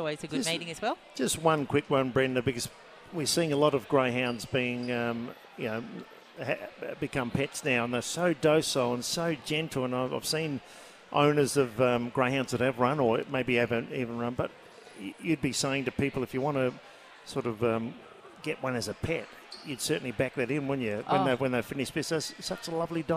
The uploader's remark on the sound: live from Angle Park for Greyhound Racing SA’s Adelaide Cup night